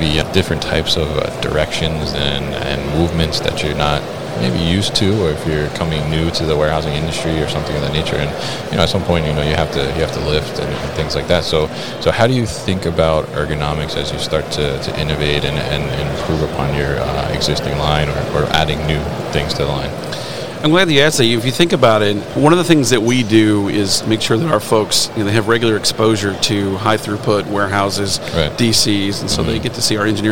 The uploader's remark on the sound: CLARK Material Handling at MODEX 2022